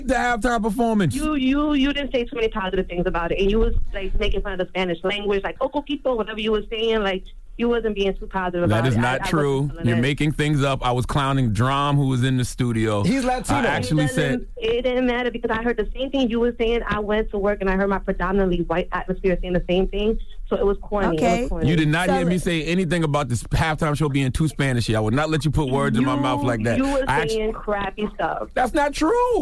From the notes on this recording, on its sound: Today on the show we opened up the phone calls. We also opened up the phone lines.